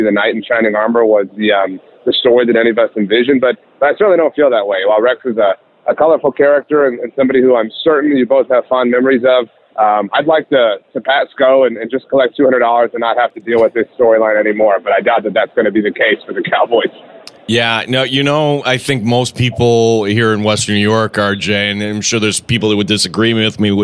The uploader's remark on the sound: in The Sports Bar, live from Las Vegas